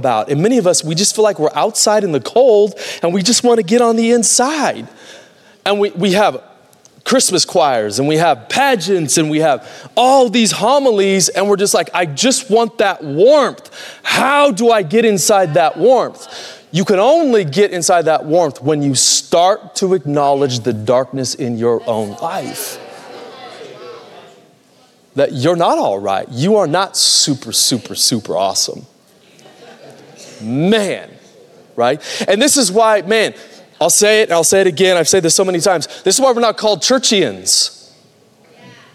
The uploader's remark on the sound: Recorded Live at Capital Church in Meridian, Idaho